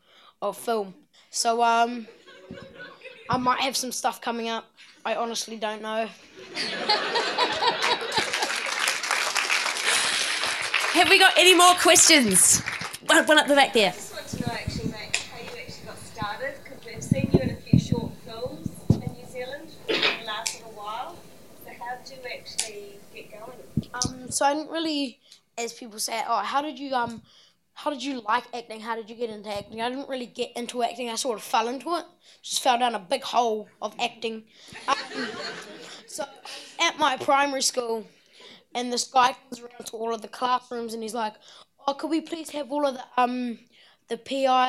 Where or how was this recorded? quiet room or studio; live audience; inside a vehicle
live audience